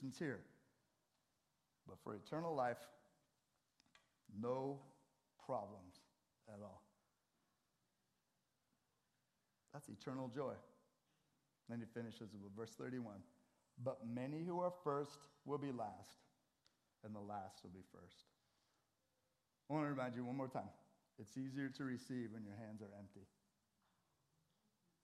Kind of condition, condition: setting, large echoing room